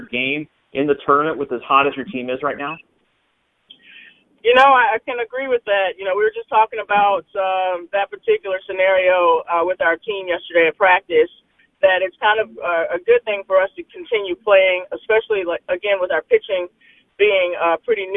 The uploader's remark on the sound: Previews the Big Ten Tournament on a media conference call.